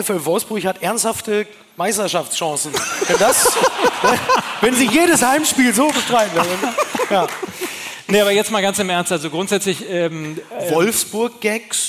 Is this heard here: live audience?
yes